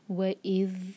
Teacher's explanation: ذَال پر سکون، تھوڑا سا ایکسٹرا ٹائم، جلدی سے نہیں پڑھنا